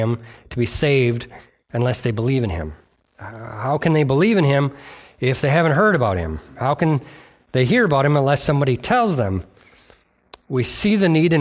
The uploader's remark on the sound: delivered on November 19th, 2023 at Bible Center Church in Maiden Rock, Wisconsin